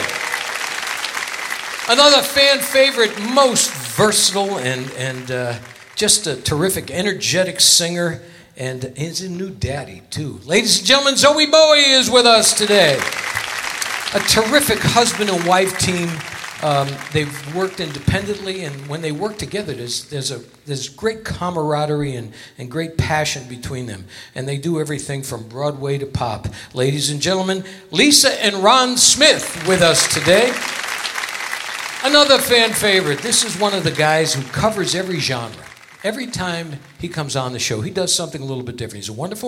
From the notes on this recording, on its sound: Live at the SouthPoint Casino.